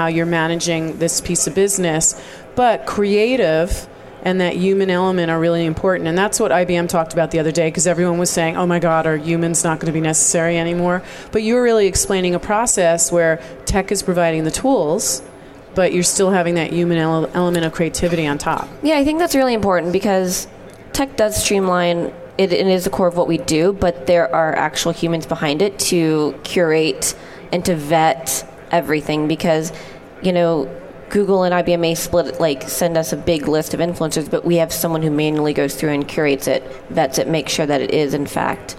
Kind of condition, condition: setting, busy venue